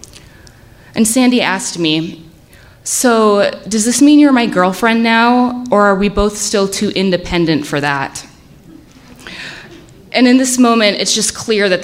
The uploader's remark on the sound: Live From Salt Lake